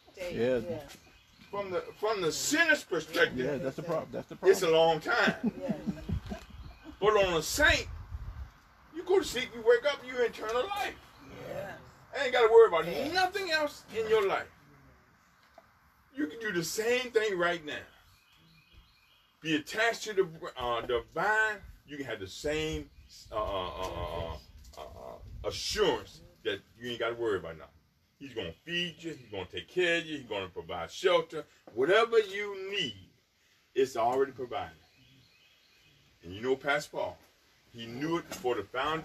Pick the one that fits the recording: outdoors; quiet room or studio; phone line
outdoors